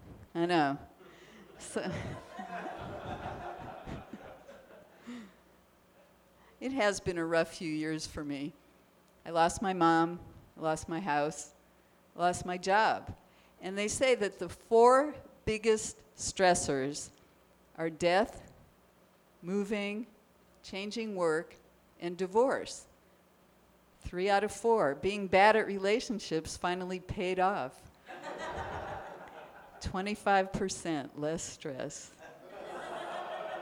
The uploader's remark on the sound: Live Show. Including questions from the audience.